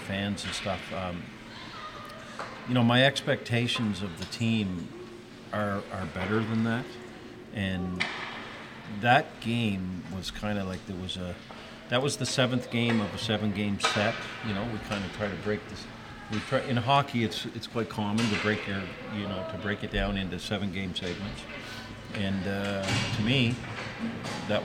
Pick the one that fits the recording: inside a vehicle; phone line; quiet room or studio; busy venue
busy venue